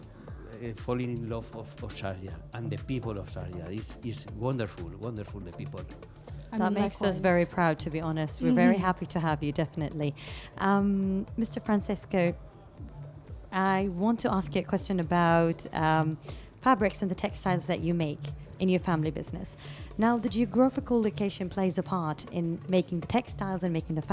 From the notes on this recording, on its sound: Live from SHD 2023